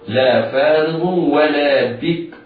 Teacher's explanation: الراء مضمومة مفخمة أما الباء والكاف فهما مرققتان